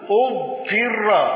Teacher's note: أبدأ أقول اضطر بضم همزة الوصل. أيوة، إن ضم همزة الوصل رغم من أن الطاء مكسورة على قراءة أبو جعفر.